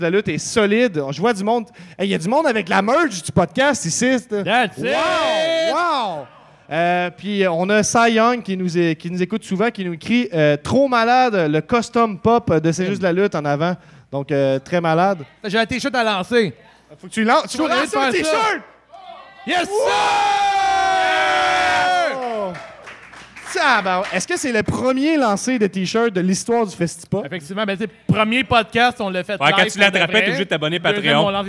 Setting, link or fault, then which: setting, live audience